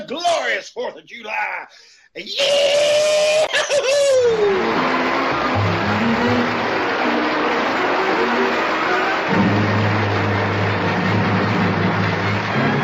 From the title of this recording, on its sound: KCAL Zoom recording